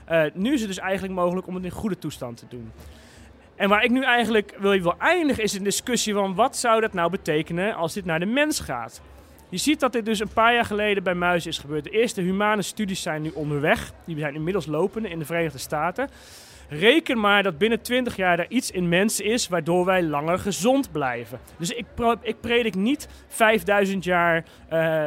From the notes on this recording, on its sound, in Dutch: op het Betweter Festival naar onze podcastbooth